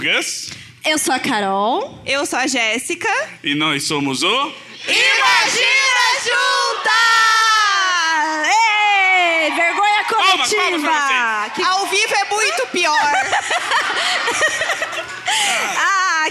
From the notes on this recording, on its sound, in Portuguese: Imagina ao vivo em BH.